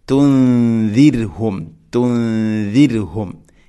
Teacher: തുൻദിർഹും, തുൻദിർ അല്ല, റായിനെ തർഖീഖ് ചെയ്യണം, നേർപ്പിക്കുകയാണ് വേണ്ടത്. തുൻദിർഹും, തുൻദിർഹും, ഇങ്ങനെയാണ് ഓതേണ്ടത്.